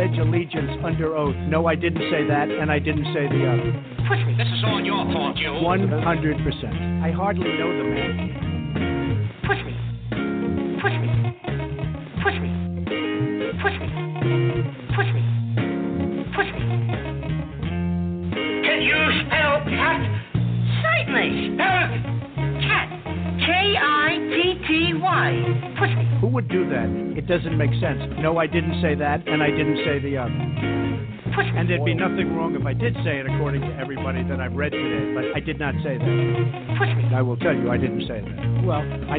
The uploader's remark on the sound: a telephone interview